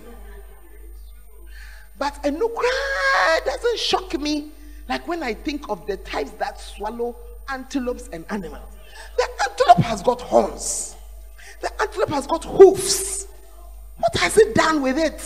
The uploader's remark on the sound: Preached at the Tuesday Service